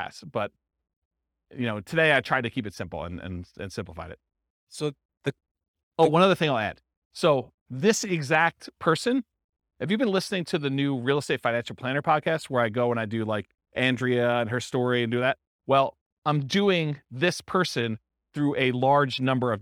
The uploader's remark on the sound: This was a live class recorded